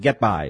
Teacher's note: o get vira só uma, uma passagem para você pontuar a entonação no by